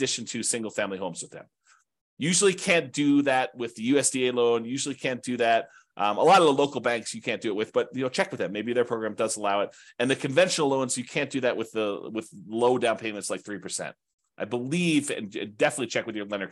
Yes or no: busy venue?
no